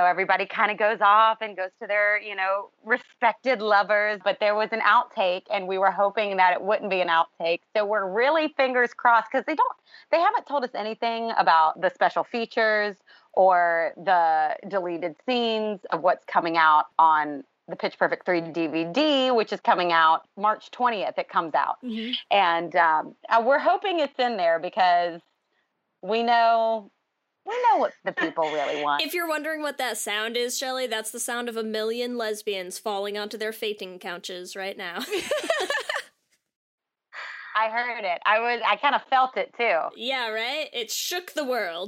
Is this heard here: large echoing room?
no